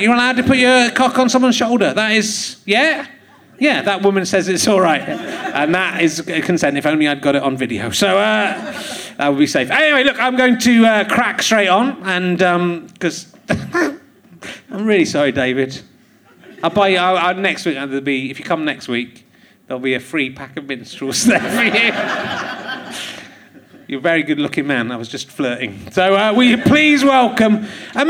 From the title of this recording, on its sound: Leicester Square Theatre Podcast